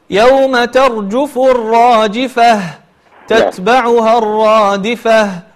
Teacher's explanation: عندما تسكن التاء المربوطة فإنها تنقلب إلى هاء، فيجب نعم. عليك أثناء التسكين أن تظهر هذه الهاء فتقول يوم ترجف الراجفة تتبعها الرادفة، تحاول أن تظهر الهاء.